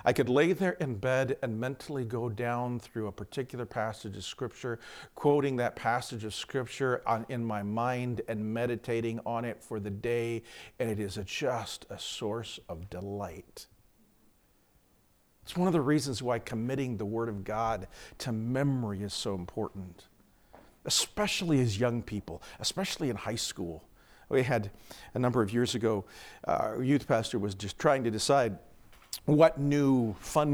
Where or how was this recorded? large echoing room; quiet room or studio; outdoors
large echoing room